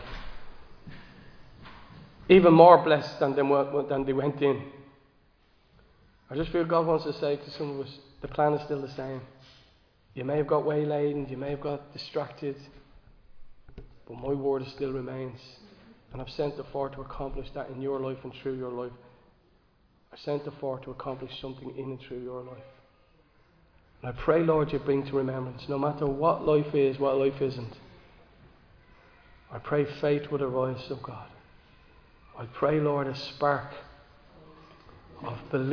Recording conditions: large echoing room